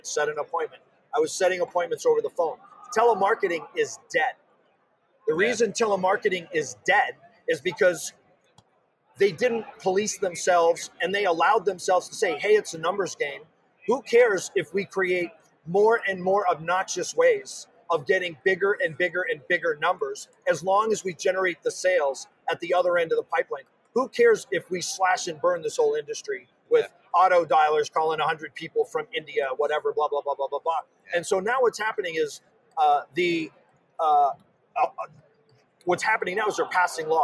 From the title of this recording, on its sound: Live From D2D-Con